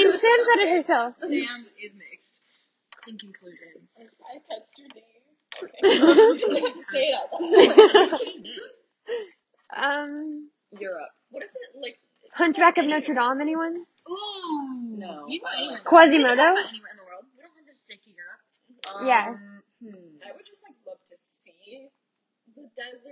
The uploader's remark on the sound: It’s our first group chat but we r working to get better audio.